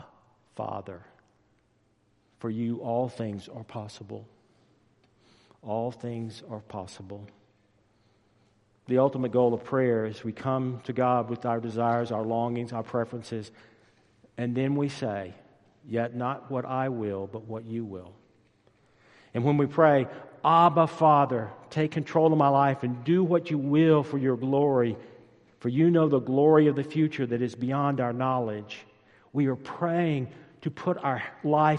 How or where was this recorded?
large echoing room